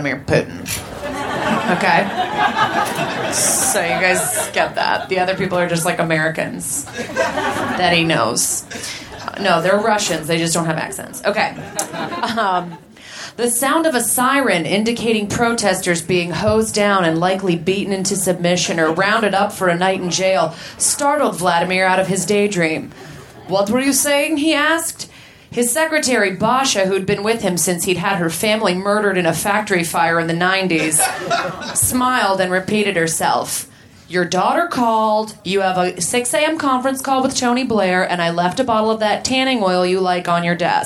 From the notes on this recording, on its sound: Recorded at Union Hall in Brooklyn, March 7, 2014.